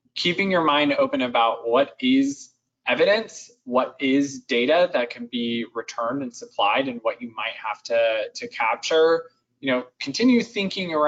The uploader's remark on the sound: Webinar Replay – Audio from an earlier webinar with experts from Chargebacks911 and Redbridge. Webinar Replay – Audio from an earlier webinar with experts from Chargebacks911 and Redbridge.